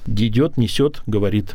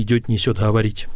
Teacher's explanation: «т» твердое в личных окончаниях — северное. · Shown in: first take